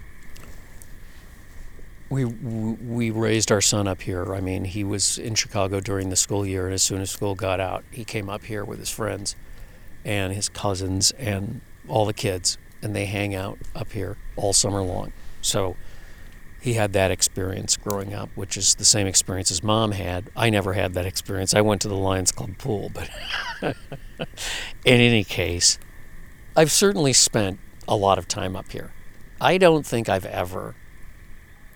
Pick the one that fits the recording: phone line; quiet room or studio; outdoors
outdoors